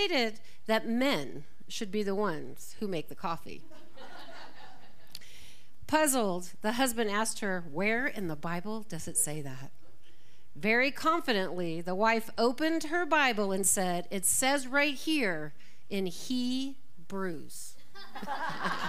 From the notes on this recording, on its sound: This talk was recorded live at the Center for Spiritual Living Prescott on September 3, 2023.